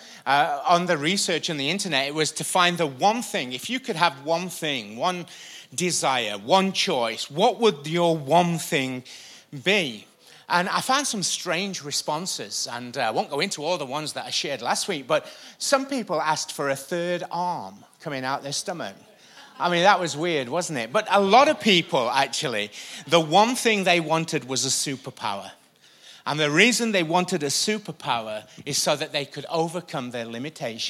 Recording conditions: large echoing room